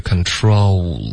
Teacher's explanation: 这个 O,双元音滑动嘴唇的动作还是需要的，多多少少都需要